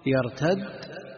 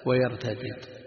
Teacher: طيب، عندنا إدغام وفك في كلمة واحدة، جاءت مرة بالإدغام ومرة بالفك